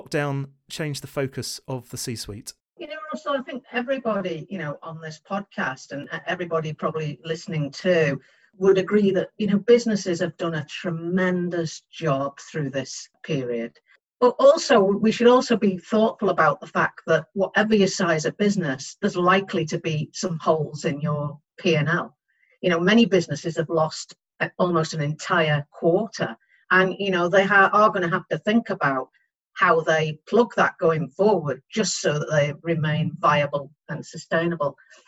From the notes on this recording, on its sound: This episode was therefore recorded online